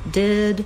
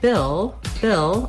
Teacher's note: We have the vowel ih, which is a lax high front vowel. Basically, that's the same vowel sound that's in did.